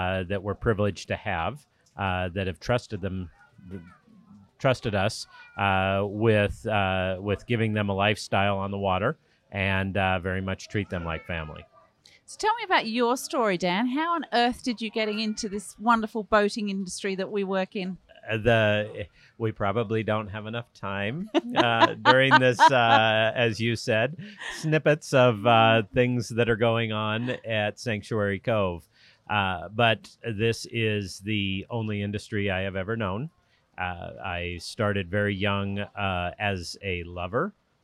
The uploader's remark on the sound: In this interview we come to you live from the Sanctuary Cove Boat Show on the Gold Coast, May 2022. In this interview we come to you live from the Sanctuary Cove Boat Show on the Gold Coast, May 2022 .